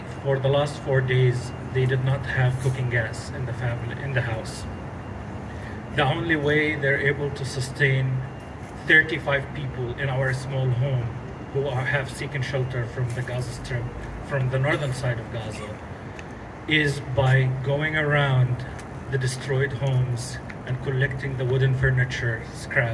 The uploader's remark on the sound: I don't believe there were any members of the press present at the press conference, although all of the local outlets were contacted by the organizers. I was providing the sound, so I hastily decided at also record the press conference with my phone, since no one was recording the event with anything fancier than that.